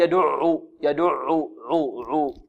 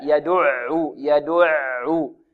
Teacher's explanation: العين هنا يحذر طالب من تفخيمها، لا يقول يدعو، يدعو، عو، عو، لا، يدعو، يدعو. العين مرققة، ليس من حروف التفخيم · Shown in: second take